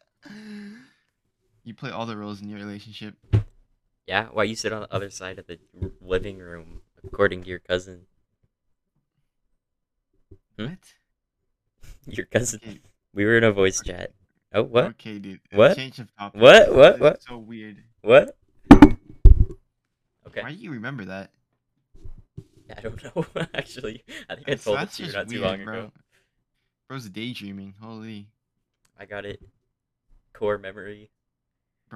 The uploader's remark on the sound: Our mics aren't mixed properly, thats on me.